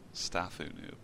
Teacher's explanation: I always have the emphasis on the first syllable.